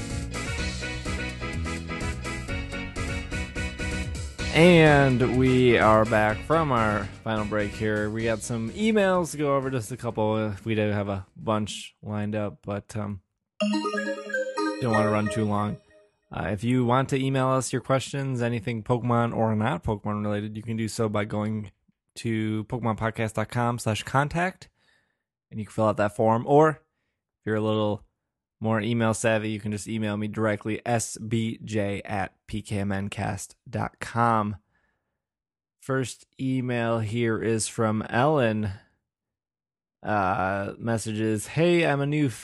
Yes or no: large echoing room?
no